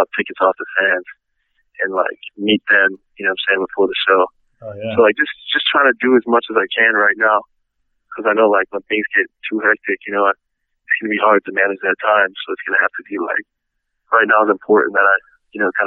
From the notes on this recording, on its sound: on the phone